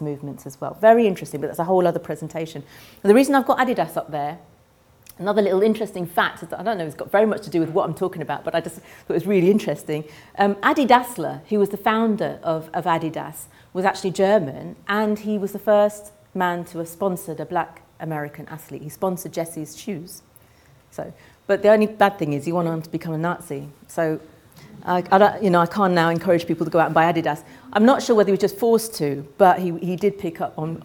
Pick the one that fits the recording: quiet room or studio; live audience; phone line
live audience